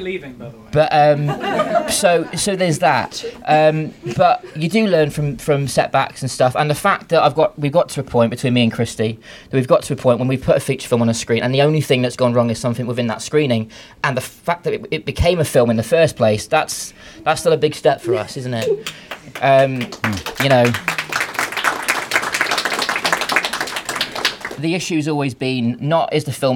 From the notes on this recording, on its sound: Here are a collection of interviews from the premiere of Izzy Vs Jess at Wellington Orbit. We hear from members of the cast before the film is shown in front of a sold out audience. Next we hear from the cast and crew directly after the screening.